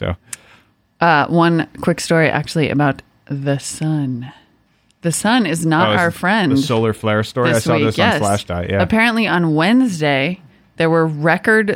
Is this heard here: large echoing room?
no